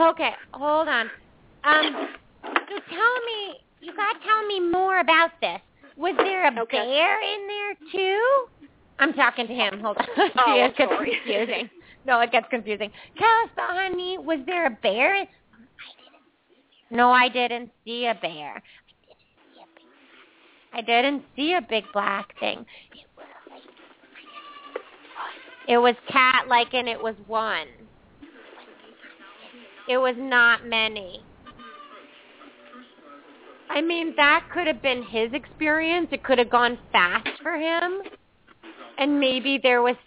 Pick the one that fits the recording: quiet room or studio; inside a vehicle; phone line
phone line